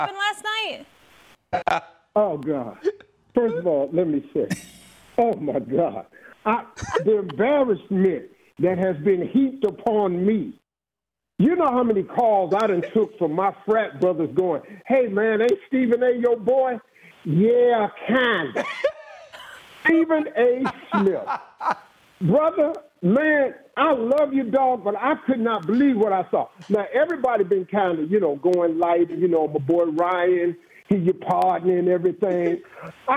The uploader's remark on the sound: surprise phone calls